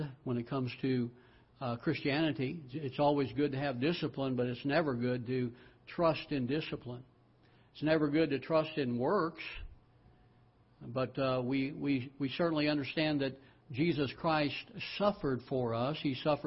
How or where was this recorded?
large echoing room